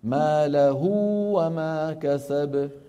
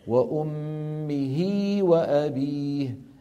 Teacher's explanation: الأولى موصولة بواو لأن الهاء مضمومة، والثانية موصولة بياء لأن الهاء مكسورة. هذه ياء بسموها ياء مردودة إلى الخلف. · Term: صلة صغرى